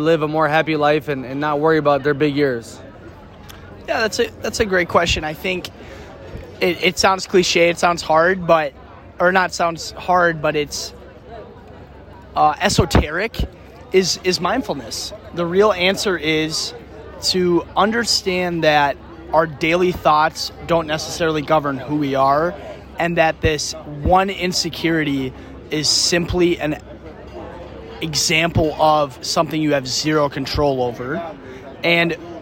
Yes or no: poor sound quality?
no